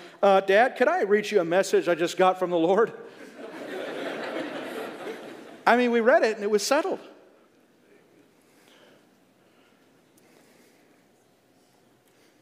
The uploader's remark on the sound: a message that was ministered at the 2022 Exodus Conference